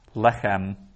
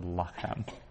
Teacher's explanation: So like if we'd had lechem at the athnak marker, it would have lengthened to lachem